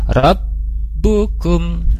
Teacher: Kemudian di rabbukum, nah di sana ada tasdid di huruf ba, maka huruf baik di sini dia syiddah, ya tertahan suaranya, ditekan dulu